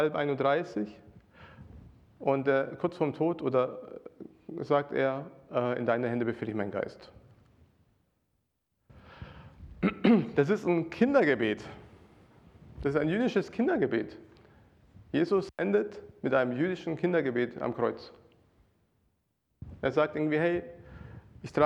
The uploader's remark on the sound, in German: Predigt aus dem Gottesdienst